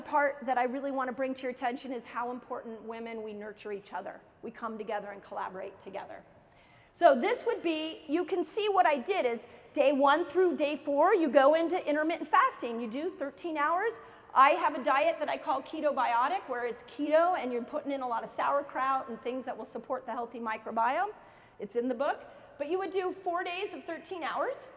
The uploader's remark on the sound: keynote lecture at KetoCon 2022